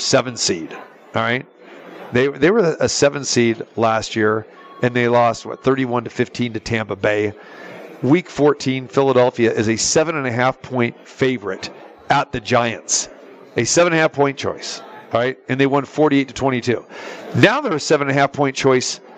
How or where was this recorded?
busy venue